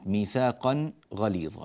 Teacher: ننبه إلى إظهار التنوين عند الغين، ميثاقا غليظا، لا نقول ميثاقا غليظا، كثير جدا من الناس يفعل ذلك وليس صحيحا في روايتنا.